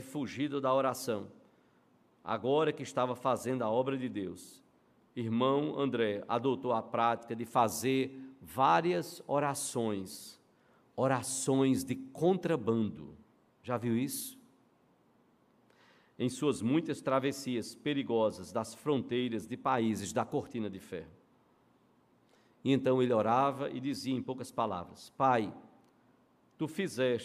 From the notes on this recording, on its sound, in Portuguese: no culto presencial e transmitido ao vivo